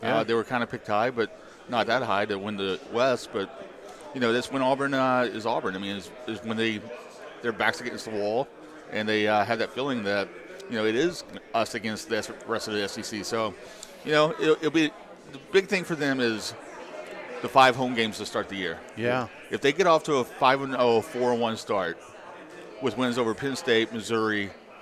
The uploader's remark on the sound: SEC Media Days. Live from the College Football Hall of Fame in Atlanta!